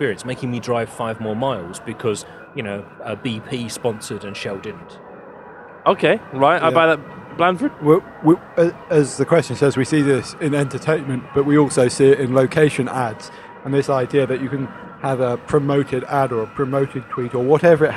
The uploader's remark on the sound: This week the team record 'live' from the travel industry's biggest trade show: the World Travel Market. This week the team record 'live' from the travel industry's biggest trade show: the World Travel Market.